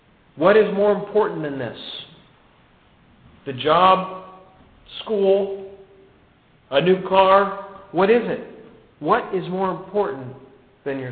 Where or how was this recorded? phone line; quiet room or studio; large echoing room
large echoing room